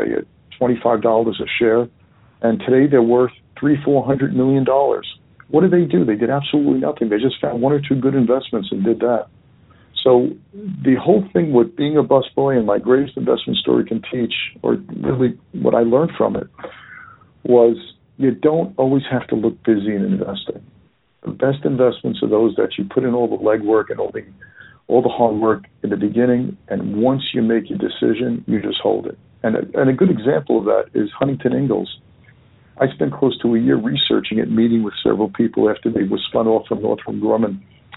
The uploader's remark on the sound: Phone Interview